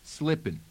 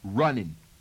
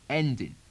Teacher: the second isolated change is the dropping of the G sound from the end of ING endings